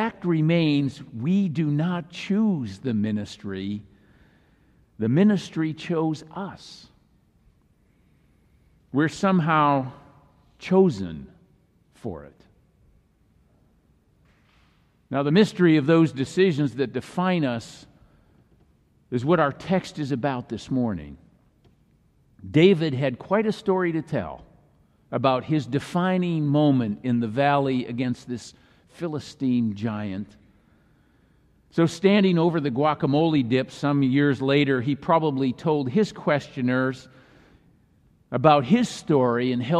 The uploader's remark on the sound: Message delivered during the Traditional Worship service.